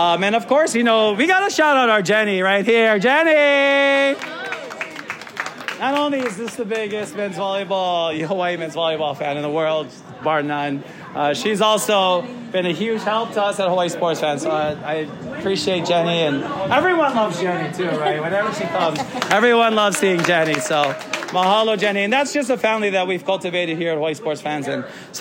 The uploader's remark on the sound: In front of a live audience at Agave & Vine at Ala Moana Center.